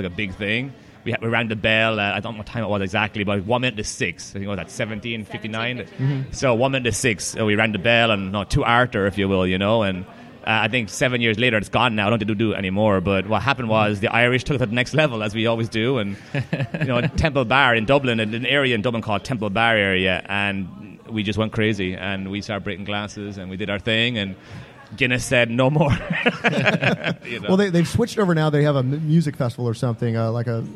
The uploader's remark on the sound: Recorded live at Brendan's Irish Pub.